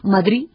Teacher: Es decir, los ciudadanos pueden pronunciar Madrid y ha desaparecido consonante final